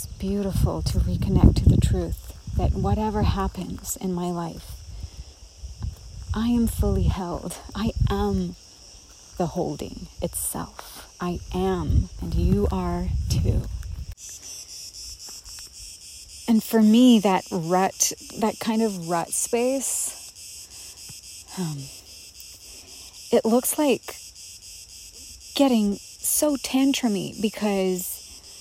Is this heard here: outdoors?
yes